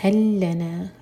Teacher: لام اور لام کا ادغام لام کو اسٹرانگ پڑھیں گے لام پر شدہ